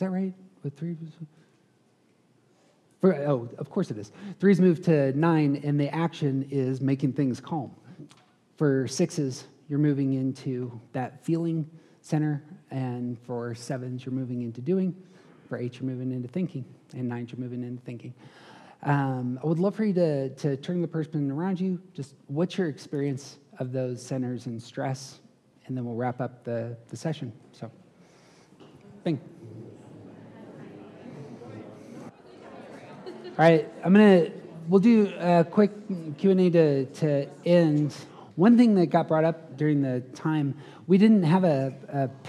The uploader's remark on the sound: Hosted a conference. These episodes contain some of the live audio from that event.